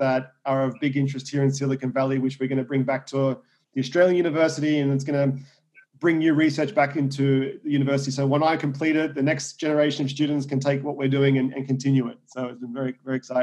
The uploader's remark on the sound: I was interviewing him via Zoom from his new home in California.